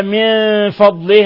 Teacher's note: نون ساكنة جاء بعد الفاء الحكم التجويد إخفاء حقيقي